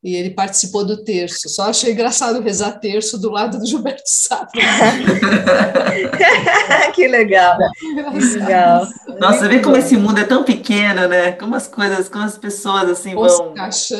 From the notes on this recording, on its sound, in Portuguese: nós realizamos um encontro on-line